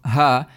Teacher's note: So therefore, you see that the voice does not sound as if it is the sound of something rubbing against something in a very constricted manner